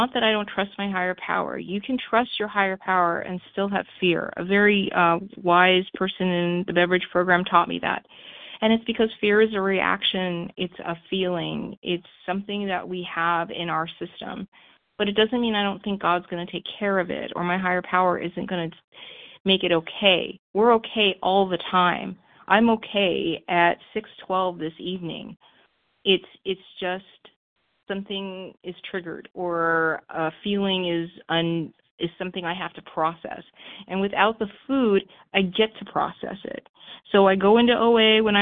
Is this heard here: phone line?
yes